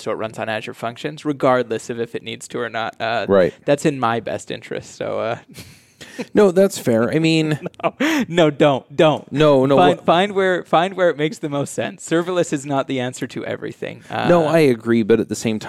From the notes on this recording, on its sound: LIVE at Microsoft BUILD. Coming to you live from the podcast booth at Microsoft BUILD.